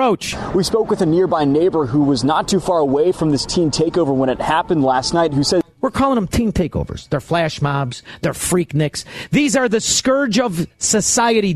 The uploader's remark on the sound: broadcasting LIVE from a Job Creators Network Golf Event at Bull Valley Golf Club in Woodstock